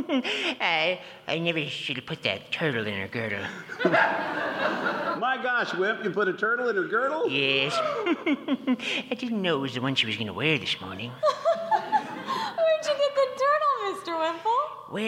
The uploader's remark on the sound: Performed live on stage at the Harbor Playhouse in August 2018!